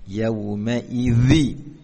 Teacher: Huruf dzal memiliki sifat mengalirkan suara ya, namun tidak mengalirkan nafas. Jadi suaranya dialirkan di ujung lidah dan ujung gigi.